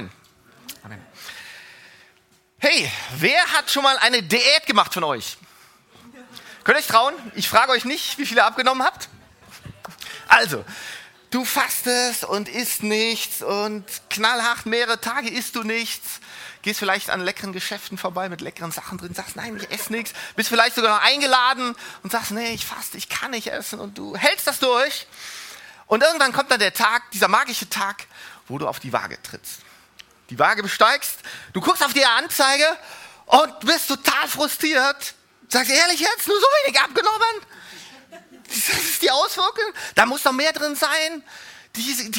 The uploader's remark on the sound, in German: Die Predigten der Lifestream Church Regensburg.